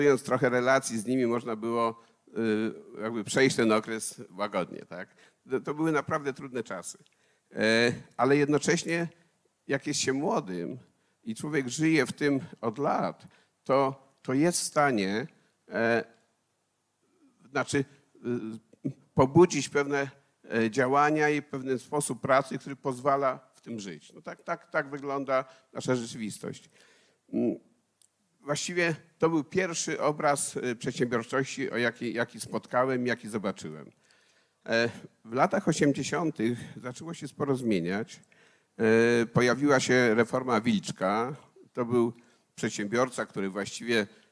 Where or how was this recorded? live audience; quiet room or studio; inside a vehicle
live audience